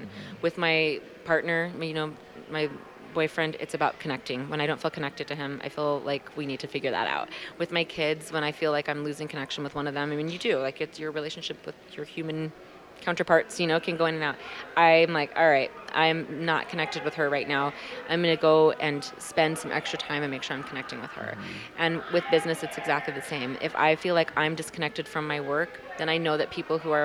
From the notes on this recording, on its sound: This conversation was recorded February 2020 at WPPI.